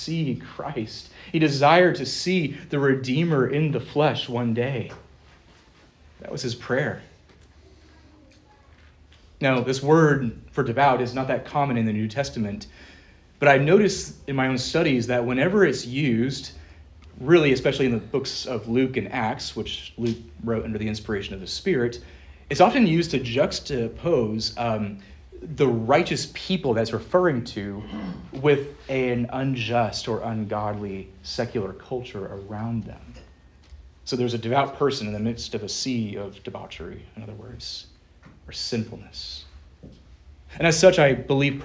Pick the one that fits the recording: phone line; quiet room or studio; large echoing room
large echoing room